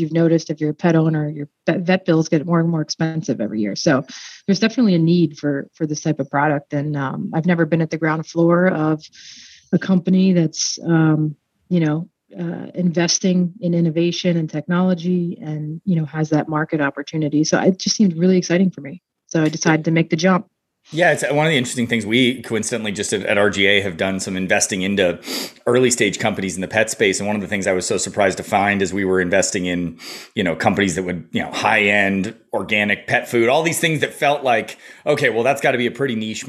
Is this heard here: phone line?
no